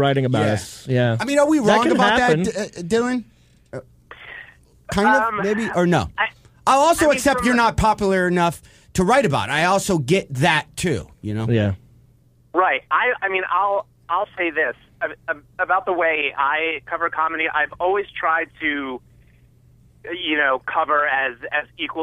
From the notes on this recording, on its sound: Then they take two phone calls.